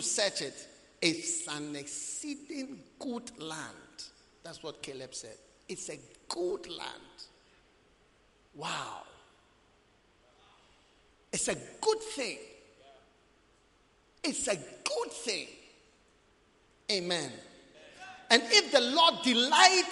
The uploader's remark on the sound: Preached at the Prophetic Encounter Service.